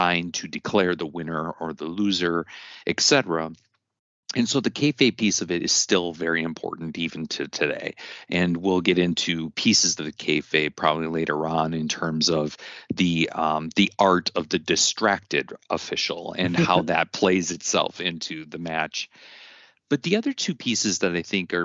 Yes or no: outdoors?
no